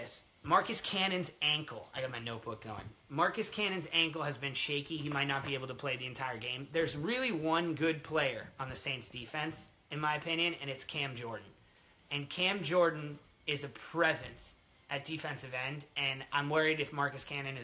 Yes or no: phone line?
no